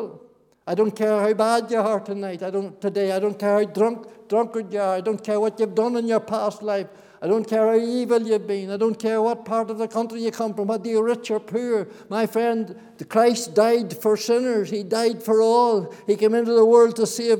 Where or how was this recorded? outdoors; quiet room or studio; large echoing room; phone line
large echoing room